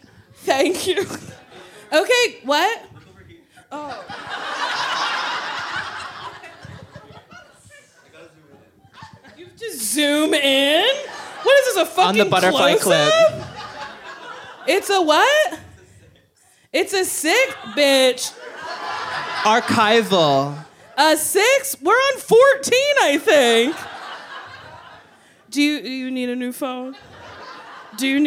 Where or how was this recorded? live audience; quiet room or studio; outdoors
live audience